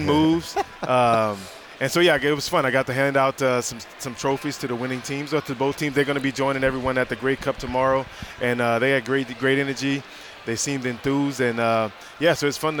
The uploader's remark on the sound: at the Grey Cup Festival in Hamilton